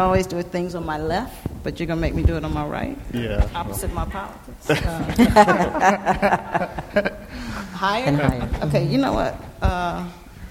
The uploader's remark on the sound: This panel discussion was recorded at the Youth/Police Conference at the University of Chicago Law School in April 2015.